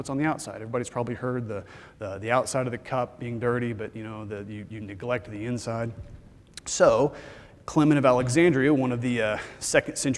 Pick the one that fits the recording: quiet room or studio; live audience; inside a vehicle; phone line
live audience